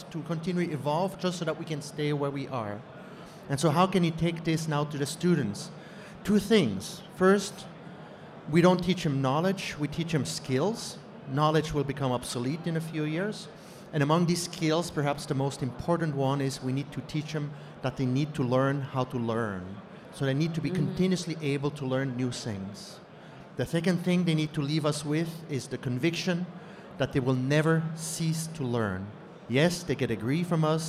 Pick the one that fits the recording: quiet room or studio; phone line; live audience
live audience